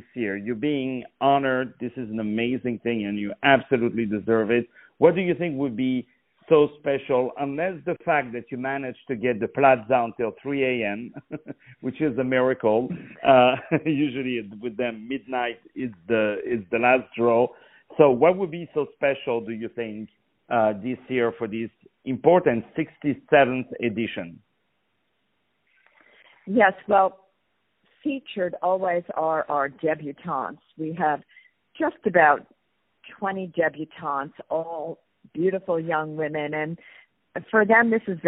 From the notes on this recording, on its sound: On the phone